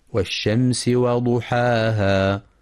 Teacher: ينتبه القارئ لهمس السين ورخاوتها في والشمس، كما يراعى ترقيق الواو والحاء في وضحاها مع تفخيم الضاد وإثبات المد الطبيعي بمقدار حركتين، فلا يقف بمد زائد وضحاها، وهذا من الأخطاء الشائعة.